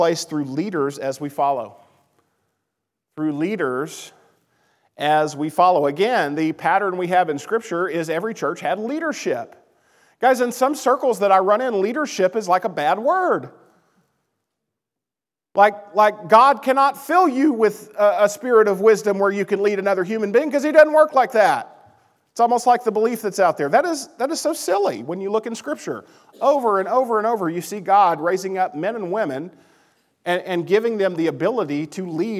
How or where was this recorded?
large echoing room